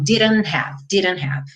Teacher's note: o último T, como uma consoante oclusiva, eu tenho a opção de deixá-la quase muda ou realmente muda, e aqui eu já juntei o N no have. Então, didn't have, ok?